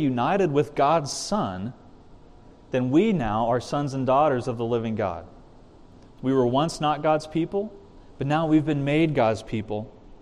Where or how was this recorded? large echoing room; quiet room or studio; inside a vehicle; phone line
large echoing room